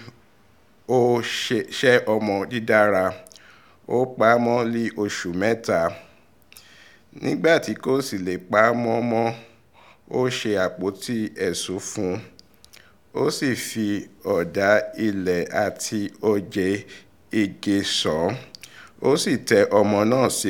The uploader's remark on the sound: Audio podcast of morning service